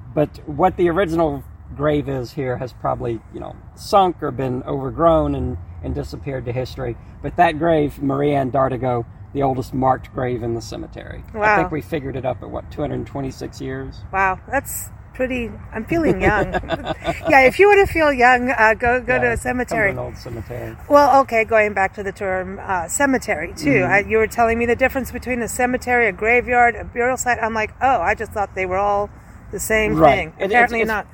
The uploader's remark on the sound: Recorded onsite at the historic American Cemetery.